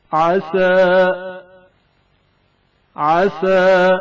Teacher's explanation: سین کی آواز ہلکی اور باریک سنائی دی جائے گی